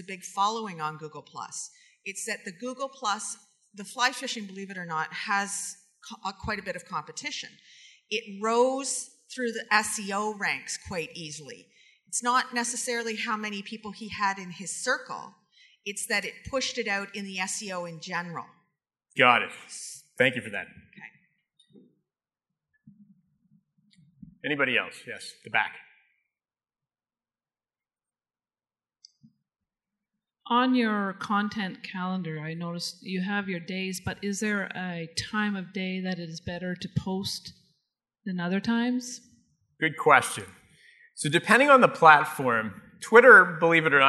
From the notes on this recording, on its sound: Live Broadcast at the The IPBC IGNITE Conference.